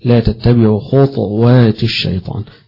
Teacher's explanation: وعلى التسكين هيبقى فيه القلقلة، لا تتبعوا خطوات الشيطان، وهنا بالتسكين قراءة من ذكرنا، بالفتح بالضم قراءة من ذكرنا، والباقي يقرؤونها بالتسكين، ففيها لا تتبعوا خطوات الشيطان، ولا تتبعوا خطوات الشيطان.